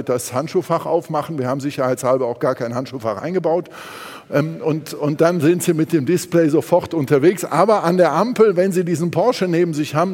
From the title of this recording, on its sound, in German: beim auto motor und sport Kongress 2019